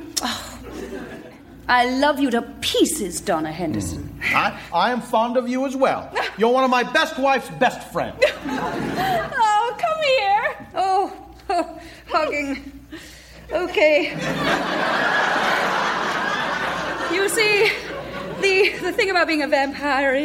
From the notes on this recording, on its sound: Recorded Live 8/6/2011 at Largo, Los Angeles.